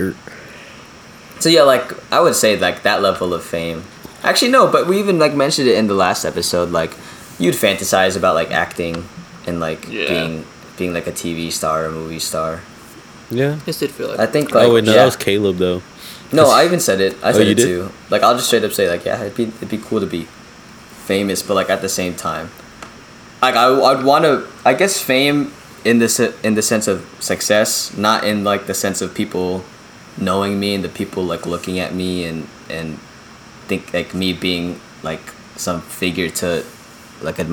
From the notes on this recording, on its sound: pardon the fan noise